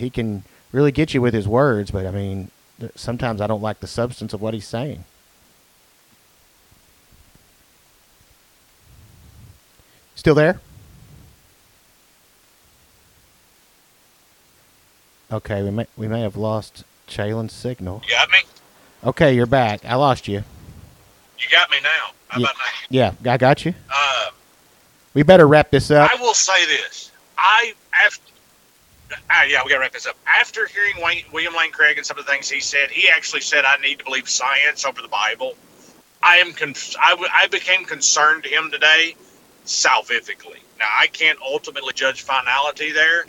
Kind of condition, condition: link, phone line